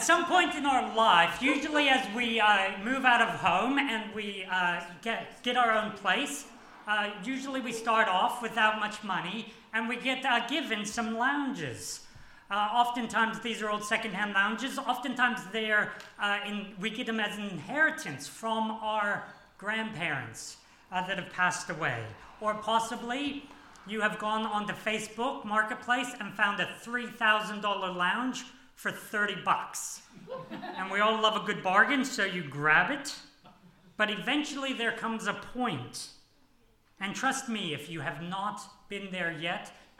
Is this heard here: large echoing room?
yes